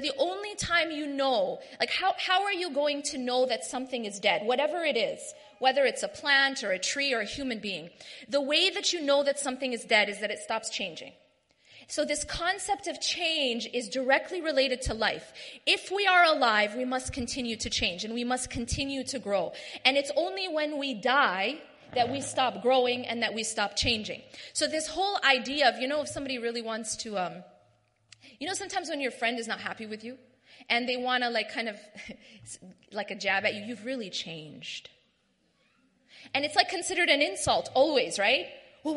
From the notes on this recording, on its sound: delivers a lecture/talk at the 2016 Night Of Destiny conference in Bradford